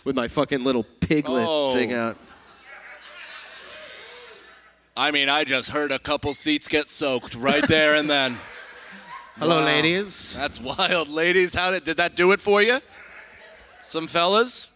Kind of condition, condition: setting, live audience